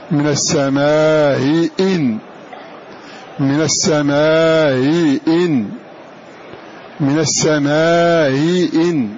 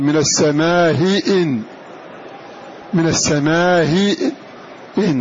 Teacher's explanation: وإن كانت مكسورة تسهل بينها وبين الكسرة · Shown in: first take · Term: التسهيل